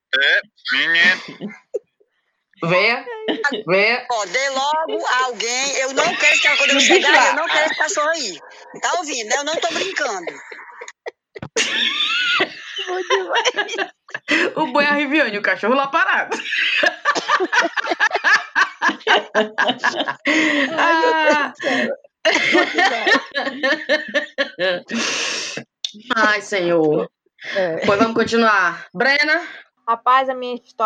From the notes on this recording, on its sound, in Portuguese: Deu tudo errado nesse episodio: conexão ruim, audio quebrado e quando acontece o milagre das 5 estarem juntas pra gravar, o programa de gravação não ajuda.